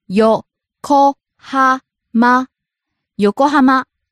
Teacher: Starts low, rises on the second syllable ko, stays high.